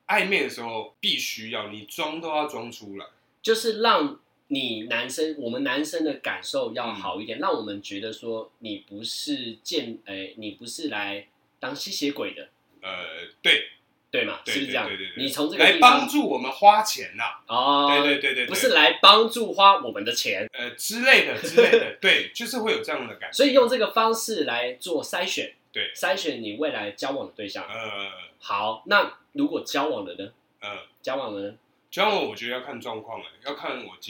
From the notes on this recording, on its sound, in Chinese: 本集於配備升級之前錄製的, 聲音上需要大家的體諒。